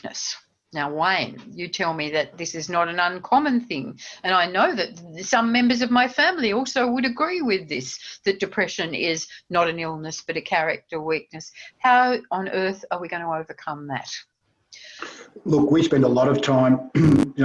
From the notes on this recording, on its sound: In this podcast, based on a recent webinar, our panel discusses.